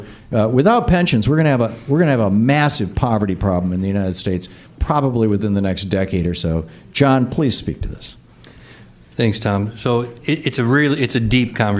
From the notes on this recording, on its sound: From a live studio audience in Chicago.